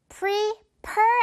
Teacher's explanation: Pre 앞부분은 지금 한글 우리말의 그 P과 비슷한 P 발음으로 시작하지만 뒷부분은 지금 이 토끼 이빨 바람 발음이죠.